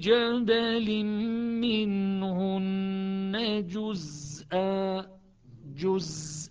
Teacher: شلون تنتقل من الزاي الساكنة للهمزة النبرة القوية، أيضا تستفيد من صفير الزاي